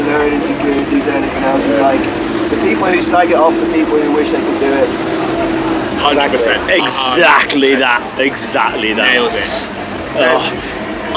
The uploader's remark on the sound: From our 'Live from 2000 Trees 2023' series. Due to the weather and outside noise the audio on this interview isn't the best.